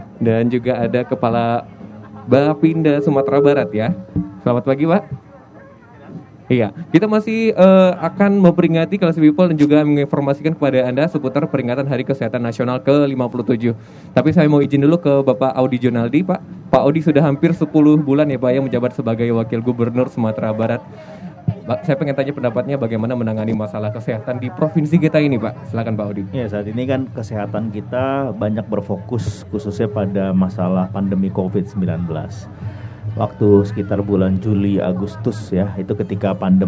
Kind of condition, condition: setting, outdoors